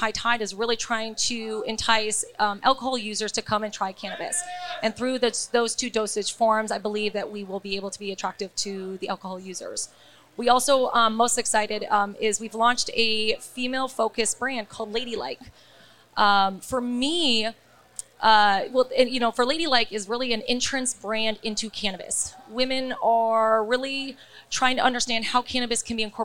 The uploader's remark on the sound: Recorded at MJUnpacked NYC